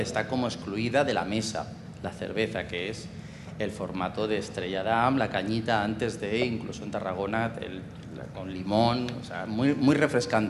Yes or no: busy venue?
yes